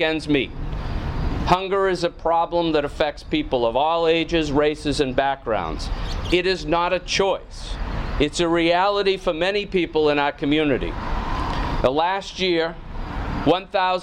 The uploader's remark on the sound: Grand Opening Ceremony held outside the new facility at 341 West Central Street. This session of the radio show shares the audio of the Franklin Food Pantry Grand Opening Ceremony held outside the new facility at 341 West Central Street.